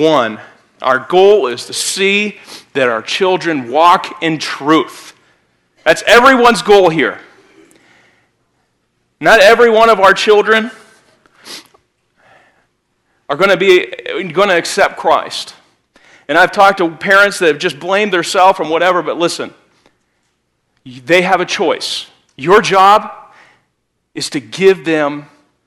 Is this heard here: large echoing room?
yes